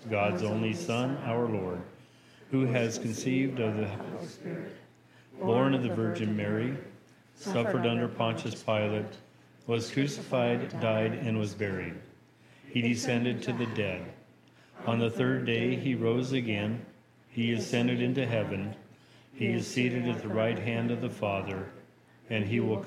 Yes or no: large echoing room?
yes